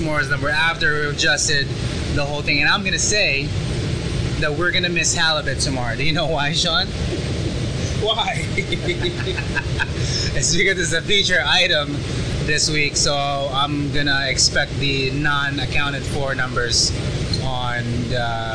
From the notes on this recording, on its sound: Live in the restaurant. Live on the line.